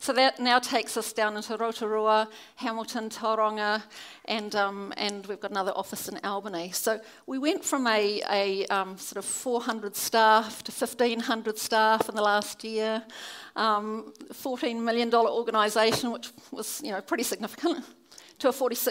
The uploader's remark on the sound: keynote at our Baptist National Hui 2017